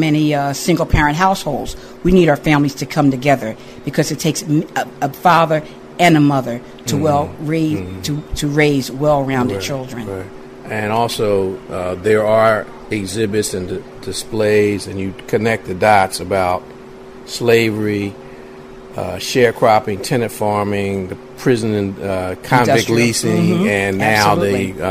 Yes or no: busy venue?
yes